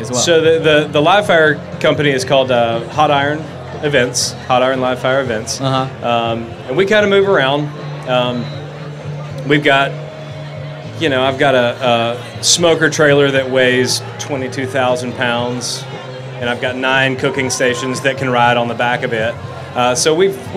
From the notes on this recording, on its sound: a chat around the Springer Mountain Farm campfire at Charleston Wine + Food